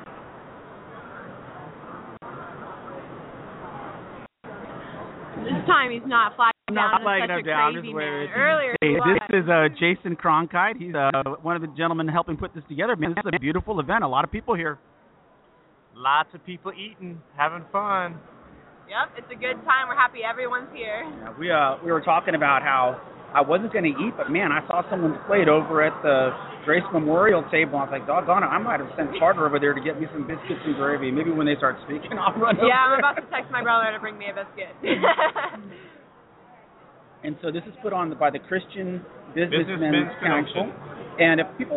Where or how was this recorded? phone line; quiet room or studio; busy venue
busy venue